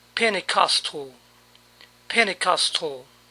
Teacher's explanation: A veces la NT no se pronuncia NT sino N.